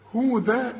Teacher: ودي برضو الالف جت لنا هودا، هودا اذا وقفت تديها الف كاملة، الفتحتين يدوك الف كاملة عند الوقف